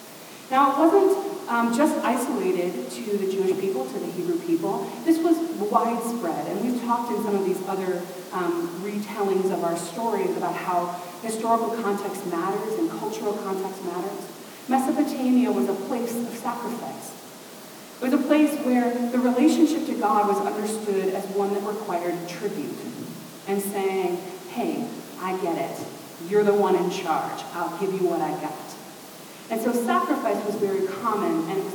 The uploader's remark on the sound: We had technical difficulties. The quality of the podcast is not what it has been or will be.